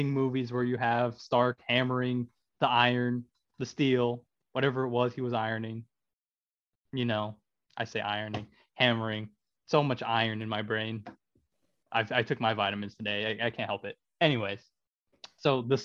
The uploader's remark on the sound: This weeks episode had connection issues. The audio will be skipping to parts where the audio was fine.